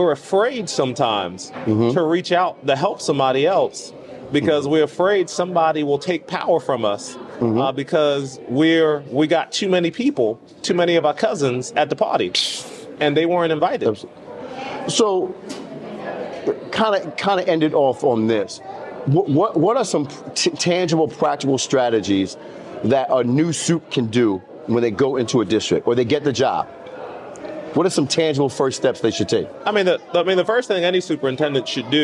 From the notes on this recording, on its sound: broadcasts directly from the vibrant heart of the NABSE Conference in New Orleans